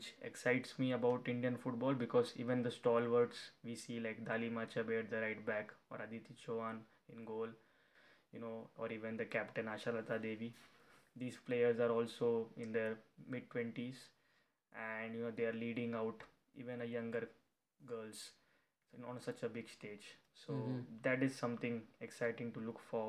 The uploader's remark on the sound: this will have glitches/flaws